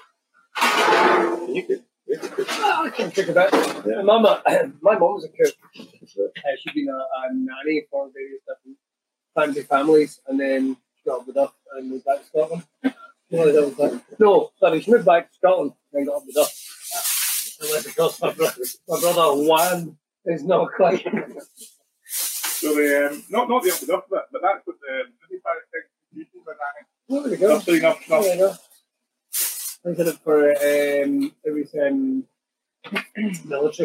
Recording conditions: poor sound quality